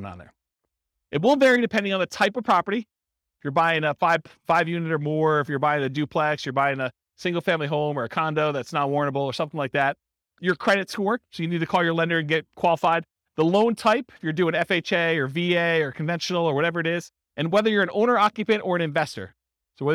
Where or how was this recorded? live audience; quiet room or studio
live audience